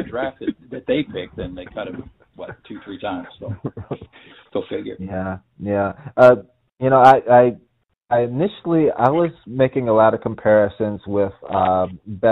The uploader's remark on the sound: Apologies for the audio quality. We had the dreaded technical glitch and had to record using an app that was less than optimal.